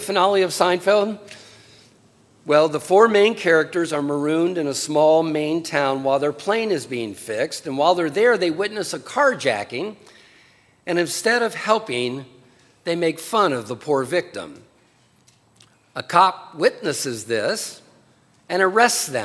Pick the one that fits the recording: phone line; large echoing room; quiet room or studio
large echoing room